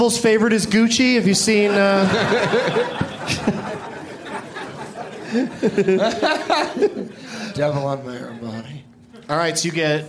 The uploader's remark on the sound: Live from Comedy Works in Denver, CO